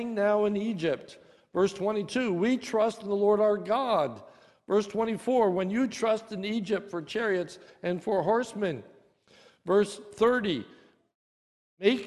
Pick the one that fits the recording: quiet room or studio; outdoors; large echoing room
large echoing room